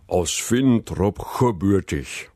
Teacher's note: kein G, wie man es in gebürtig zweimal erwarten sollte, sondern ein CH ertönt an der Stelle, wo eigentlich das G sein sollte